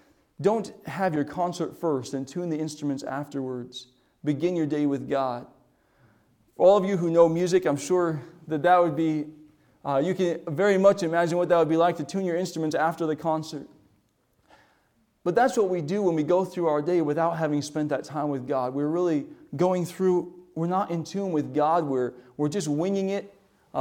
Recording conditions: large echoing room